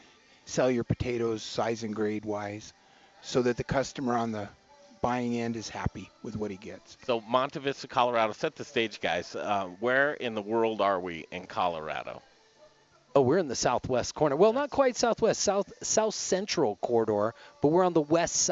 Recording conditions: busy venue